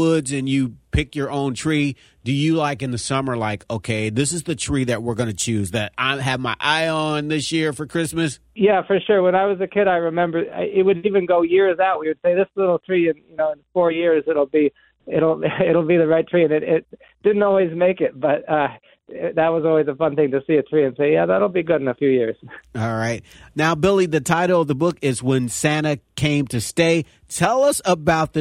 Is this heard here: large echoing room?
no